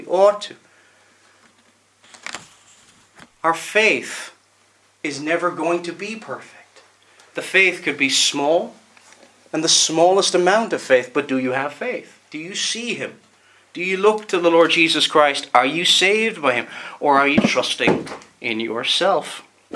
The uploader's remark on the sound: Preached at Ballymoney Reformed Presbyterian Church